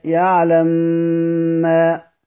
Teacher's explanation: نسكن الأولى ثم ندغمها في الثانية · Term: الإدغام